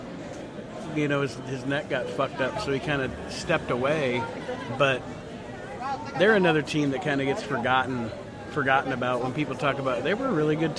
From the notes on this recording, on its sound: This week, we are on location at the Heroes and Legends Wrestling convention in Fort Wayne, Indiana.